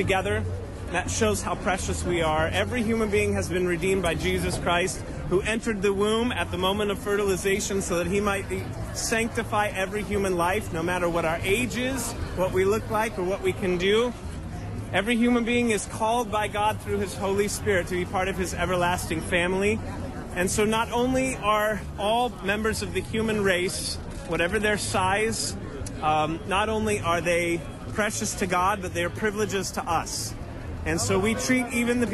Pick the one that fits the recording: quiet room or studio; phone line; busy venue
busy venue